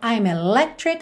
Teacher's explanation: Percebe que esse C do meio a gente não escuta.